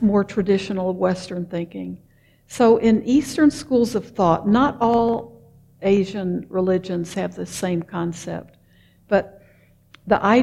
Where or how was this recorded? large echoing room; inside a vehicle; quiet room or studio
large echoing room